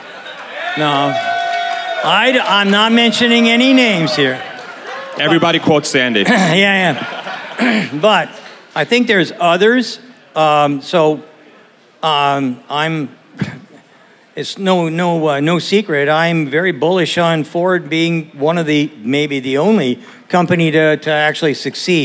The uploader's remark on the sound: Tesla Con 2022 Panel. Hold a panel at the 2022 Tesla Con in Austin, TX.